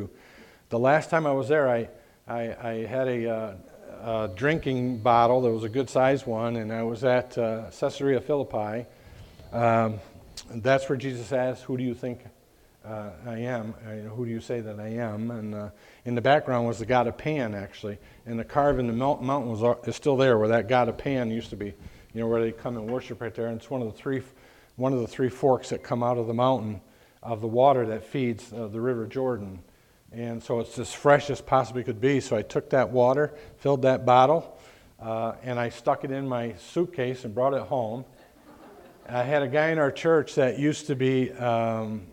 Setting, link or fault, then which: setting, large echoing room